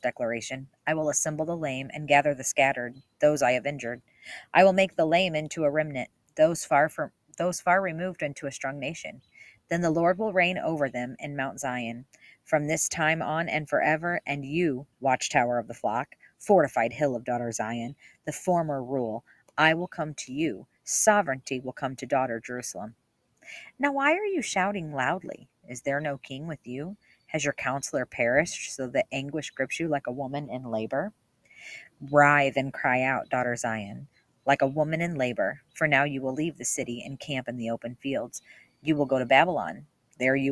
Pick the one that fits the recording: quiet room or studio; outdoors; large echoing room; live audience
outdoors